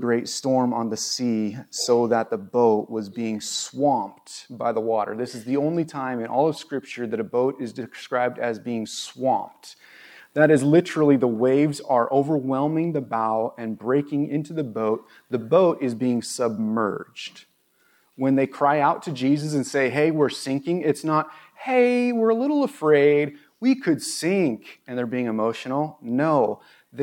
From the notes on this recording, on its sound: This was recorded on September 11, 2022 at Bethel Church in Ridgefield, Wa.